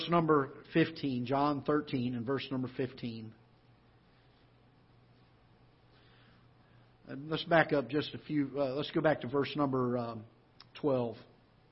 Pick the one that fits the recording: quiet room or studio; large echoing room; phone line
large echoing room